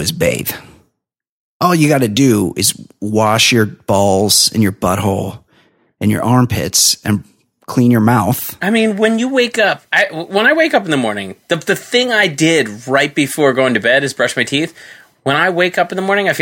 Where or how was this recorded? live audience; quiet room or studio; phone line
quiet room or studio